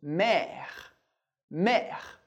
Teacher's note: O R a gente pronuncia, o E que vem depois a gente não pronuncia, o R da garganta que a gente vai ver em outra aula, e o E accent grave, sempre bem aberto, por isso, mer.